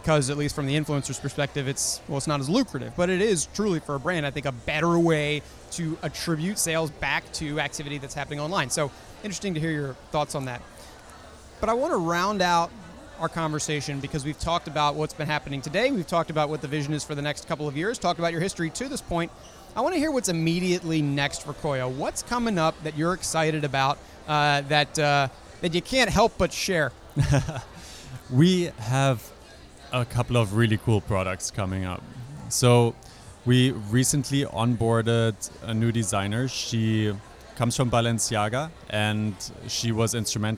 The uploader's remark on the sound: Joins me live on the floor at New York Advertising Week.